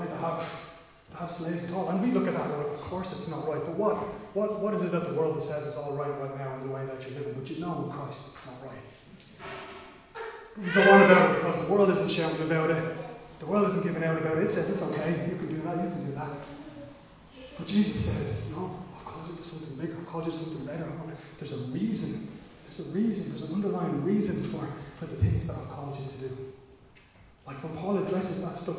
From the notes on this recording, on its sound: Recorded live at Liberty Church on 19th July 2020.